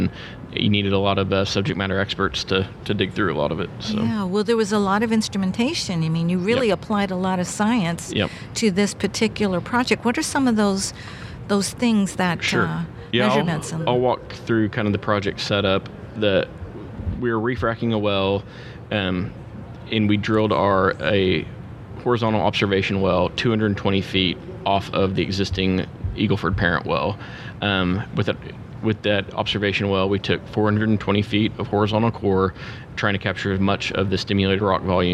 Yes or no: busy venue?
yes